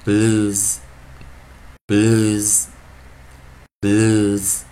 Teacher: 注意啊，结尾发出 z 这个浊音啊，有声辅音啊